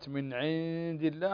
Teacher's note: هنا عندنا النون ساكنة وبعدها الدال إخفاء، إخفاء حقيقي فتخفي النون عند الدال، وهذا الإخفاء مقداره حركتين